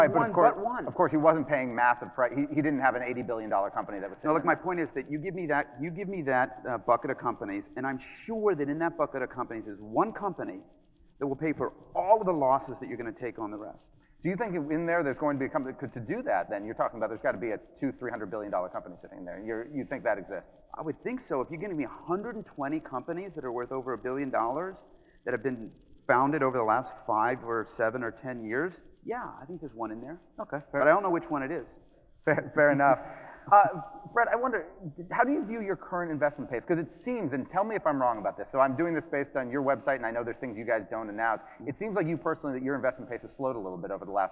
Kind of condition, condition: setting, live audience